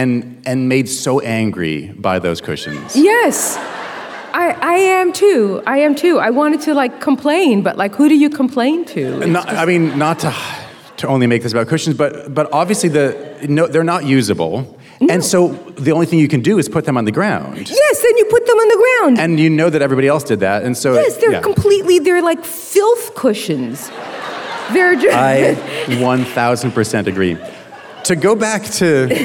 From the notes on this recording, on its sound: at the 2023 Portland Book Festival